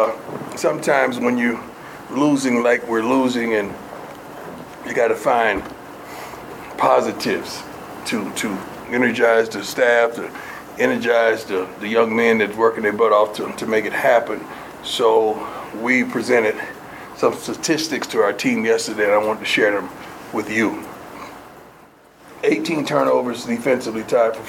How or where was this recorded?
busy venue